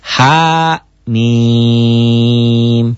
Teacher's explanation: Ha-nya satu alif, mim-nya tiga alif.